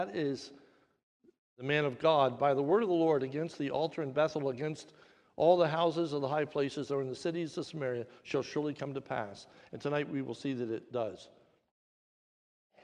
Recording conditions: large echoing room